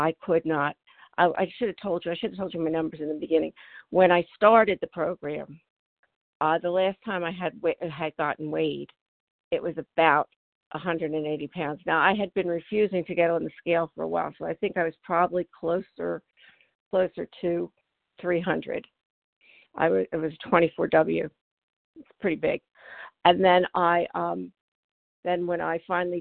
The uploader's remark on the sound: from the 100 Pounders Phone Meeting on 12/4/20